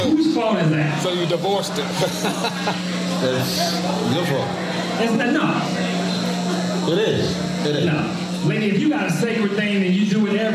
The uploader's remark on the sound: MixxNutts crew films live on location at Rookies Sports Bar - Oceanside, Ca.